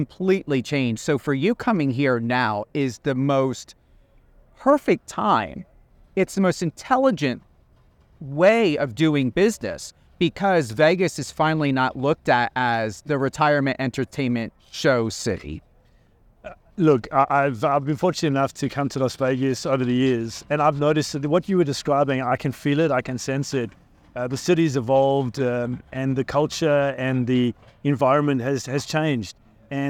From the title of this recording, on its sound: On Location at Allegiant Stadium